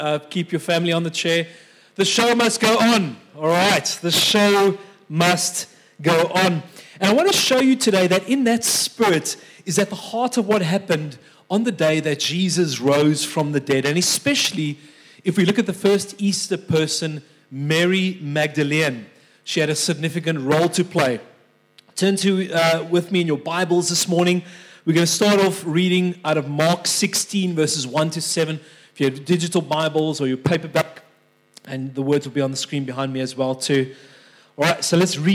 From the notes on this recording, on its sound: This message was recorded live at our Malmö Gathering on Sunday, March 26th, 2023.